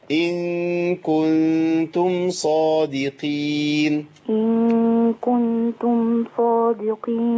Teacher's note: نعمل إخفاء وننزل بالقاف